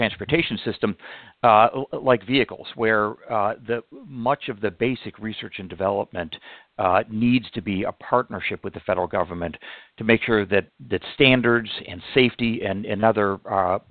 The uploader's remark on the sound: for a conference call to kick off the Solutions 2020 Infrastructure Working Group